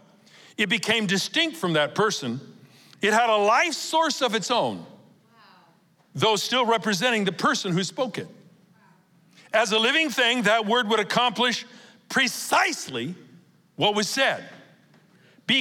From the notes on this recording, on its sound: Recorded live at Capital Church in Meridian, Idaho